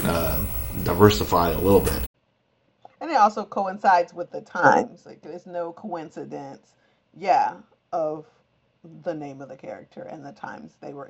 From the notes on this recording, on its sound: We had some audio issues, so please accept our apologies.